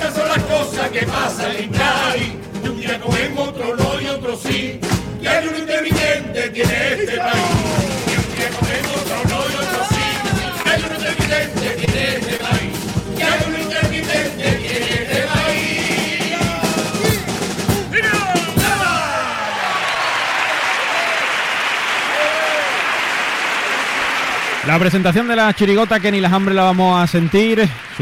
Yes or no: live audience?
yes